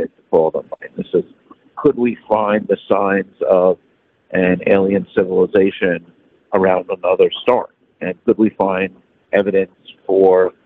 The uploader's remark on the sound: Audio not great but it's a cell phone on a train, after the NASA press conference to present the NASA UAP report.